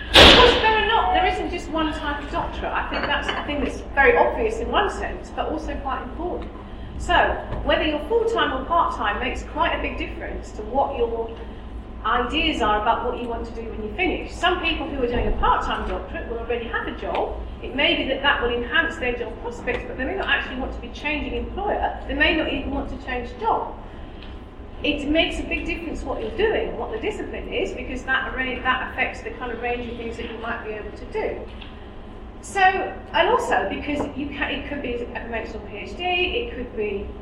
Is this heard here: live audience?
yes